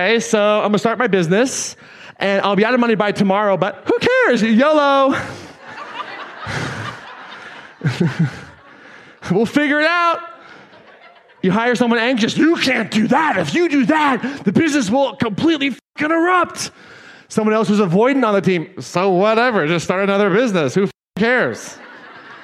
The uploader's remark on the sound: Today’s episode is an excerpt taken from Claim Your Power Live 2019.